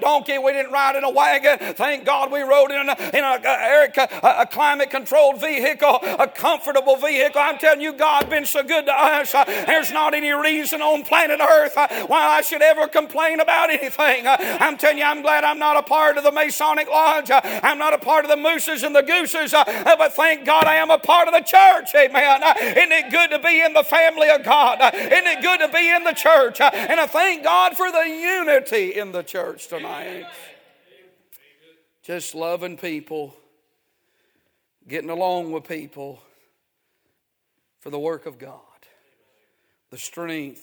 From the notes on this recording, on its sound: A sermon preached Wednesday Evening